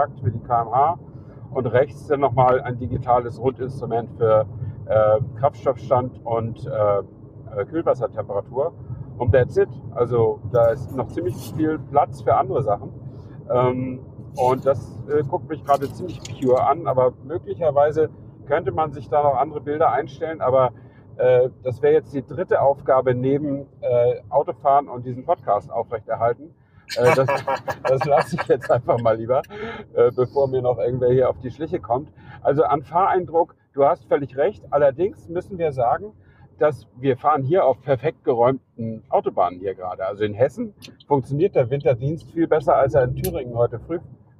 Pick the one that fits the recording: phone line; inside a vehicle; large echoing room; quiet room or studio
inside a vehicle